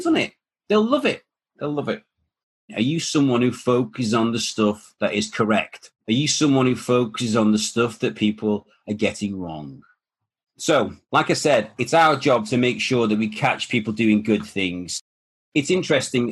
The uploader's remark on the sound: the webinar that this podcast has been sourced